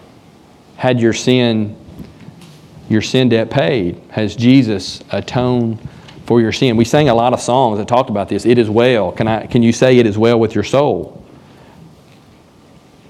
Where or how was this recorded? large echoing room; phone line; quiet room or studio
large echoing room